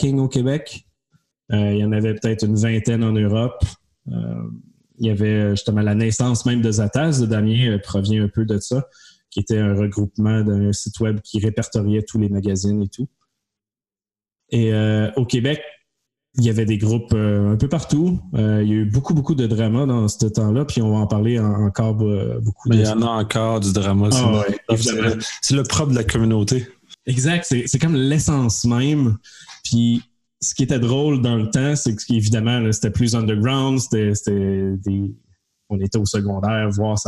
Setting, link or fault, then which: link, video call